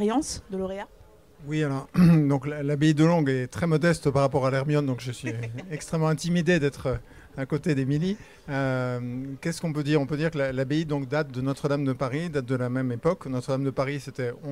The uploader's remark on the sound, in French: En direct du Salon International du Patrimoine Culturel